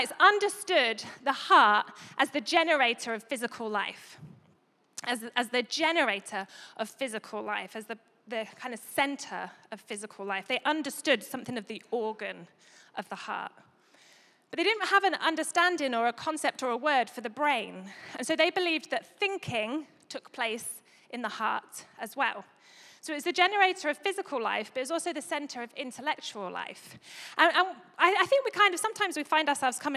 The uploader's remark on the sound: Recorded live at Life Church Lancashire - Sunday 25th September 2022